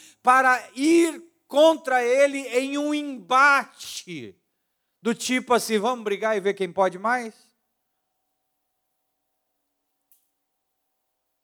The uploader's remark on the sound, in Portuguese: Áudio retirado da pregação do Culto da Família 17/07/2022